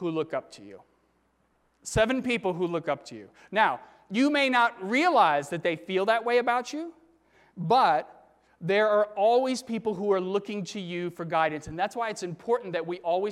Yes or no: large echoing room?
yes